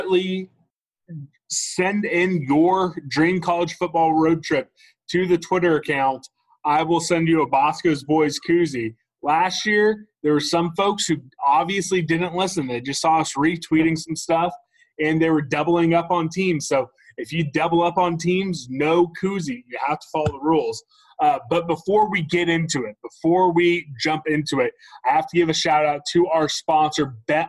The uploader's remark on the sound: zoom together